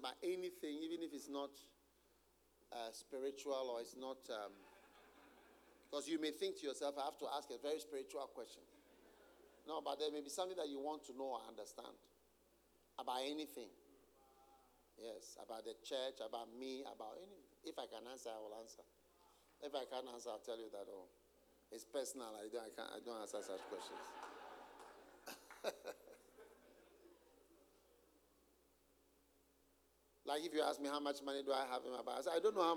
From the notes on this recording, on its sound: Preached at the Use It or Lose It Camp, USA.